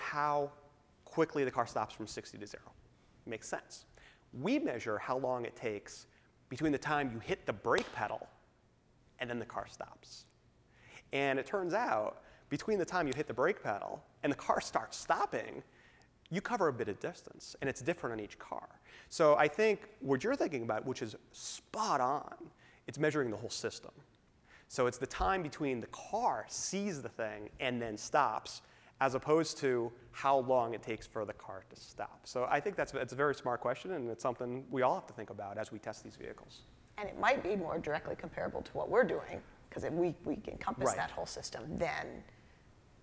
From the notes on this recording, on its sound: We take the show on the road to the University of Michigan's Transportation Research Institute. We also take questions from our live audience!